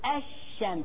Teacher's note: وين راحت اللام؟ أدغمناها، شفت أدغام فيها طارت اللام، أدغمناها شددنا الشين · Term: إدغام